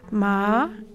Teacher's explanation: The second tone, which is a gentle upward gliss